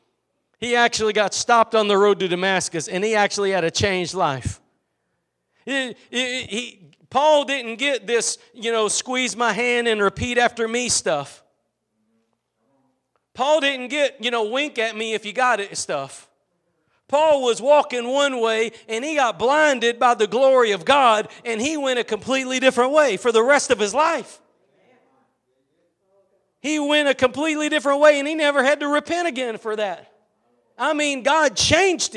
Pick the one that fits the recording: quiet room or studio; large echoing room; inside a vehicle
large echoing room